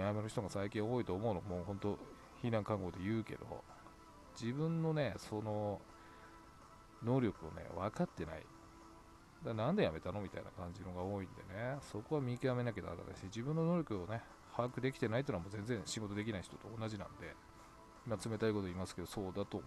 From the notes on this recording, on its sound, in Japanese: 深夜の収録なので全体的に小さめの音ですごめんなさい。